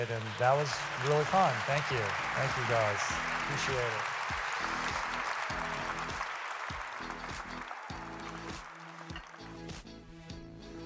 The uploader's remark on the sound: recorded live in front of an audience